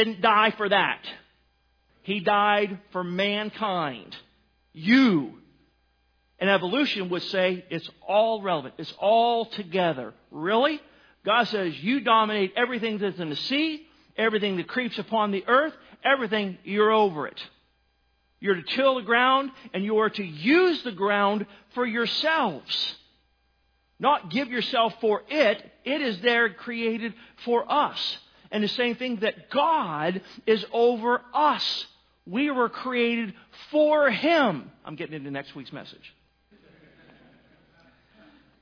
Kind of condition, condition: setting, large echoing room